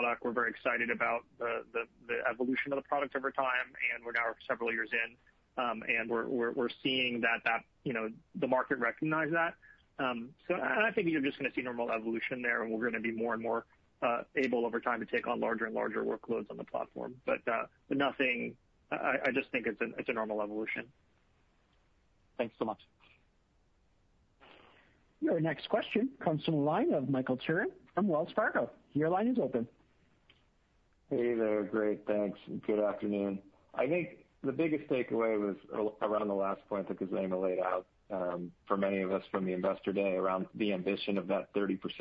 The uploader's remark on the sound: Earnings Conference Call